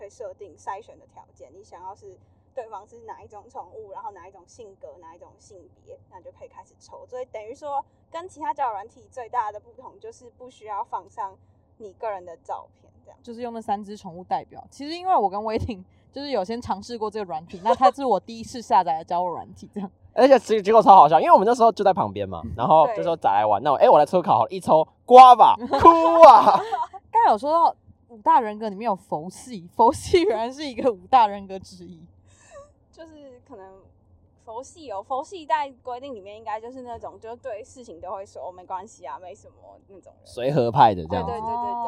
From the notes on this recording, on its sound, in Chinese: 本集錄音品質很糟，但是還是很用心的在製作跟救援，請見諒。